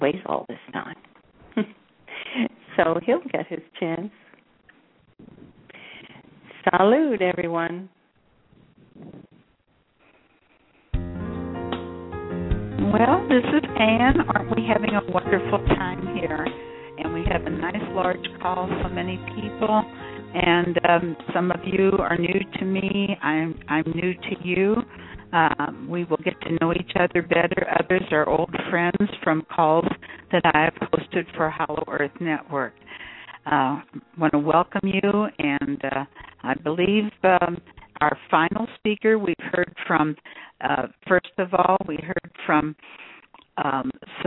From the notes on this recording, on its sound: In this capacity she will do a channeling session live so that callers can call in and speak with the one who has called him/herself God. Personal responses to callers during the special call-in segment.